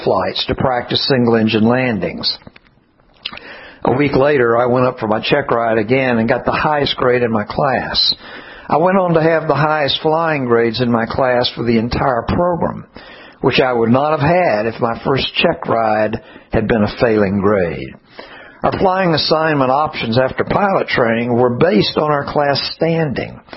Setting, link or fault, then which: setting, large echoing room